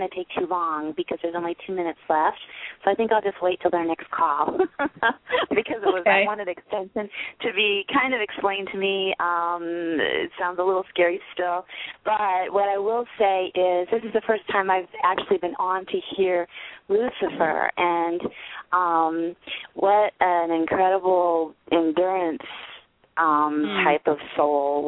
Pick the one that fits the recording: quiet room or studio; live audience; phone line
phone line